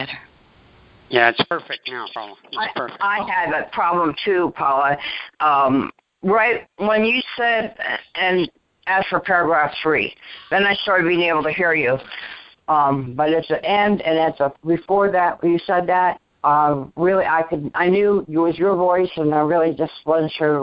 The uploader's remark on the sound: ACIM Daily Conference Call.